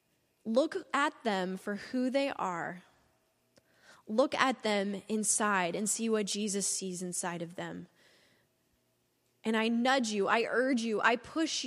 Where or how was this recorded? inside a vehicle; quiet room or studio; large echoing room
large echoing room